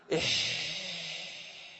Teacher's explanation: رحمه الله قال الصوت الذي تريد أن تعرف، يعني عندنا الحاء، عندنا الدال، عندنا الراء، عندنا الثاء، تريد أن تعرف مخرجه، هكذا ما يحتاج تحفظ، ضع قبله همزة وصل. فإذا أردت أن تعرف مخرج الحاء لا تقول حاء، قل إح، تلمس تجده يخرج من الحلق. استطاع أن يرتب حروف الحلق حسب مخارجها بهذه الطريقة، لذلك تجد الغين مرتفعة هنا في أعلى الحلق، في حين أن الحاء من وسط الحلق، انظر إلى تجدها تحت الحاء قليلا، الحاء قليلا.